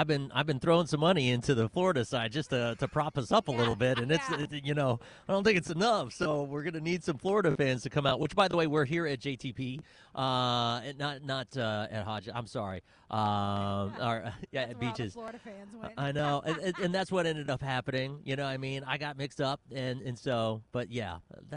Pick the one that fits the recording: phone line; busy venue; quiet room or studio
busy venue